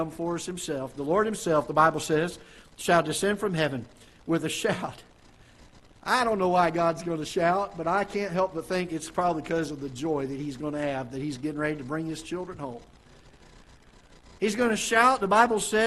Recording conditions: large echoing room